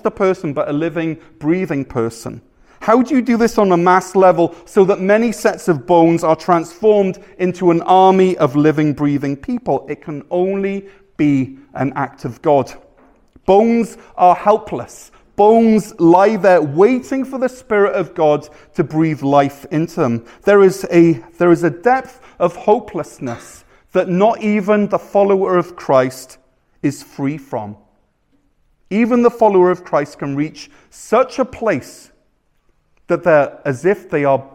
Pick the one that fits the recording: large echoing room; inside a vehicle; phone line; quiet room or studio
large echoing room